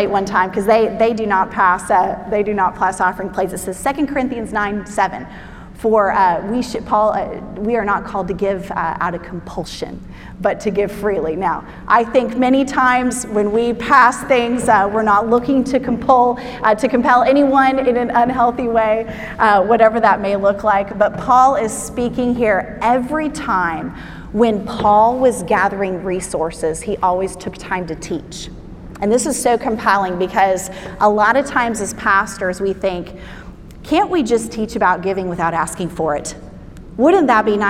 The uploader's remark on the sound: Spoke at our REFRESH conference in Nassau, Bahamas. This podcast is her teaching session on Day 01.